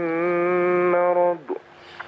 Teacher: لكن الضاد ما اقف عليها، ما اقفش عليها بقلقله، ما حركش الايه الضاد.